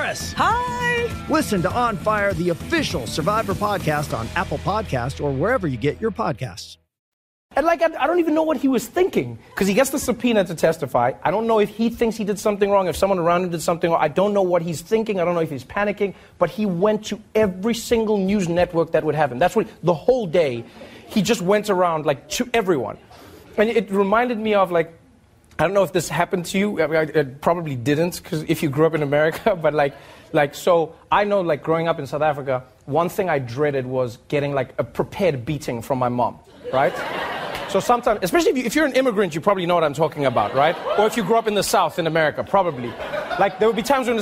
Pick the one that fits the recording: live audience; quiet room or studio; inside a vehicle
live audience